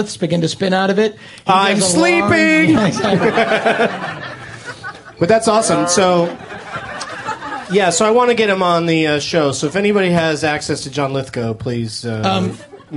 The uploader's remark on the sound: On this special SF Sketchfest edition of I Love Movies. Recorded live at The Punchline in San Francisco, January 16th, 2010.